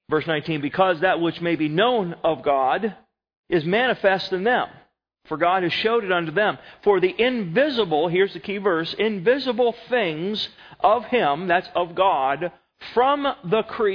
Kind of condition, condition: setting, large echoing room